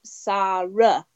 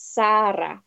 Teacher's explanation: So we roll the R. We have an alveolar trill in the middle, the rolling R, and the two short A's, and both A's are the same. · Shown in: second take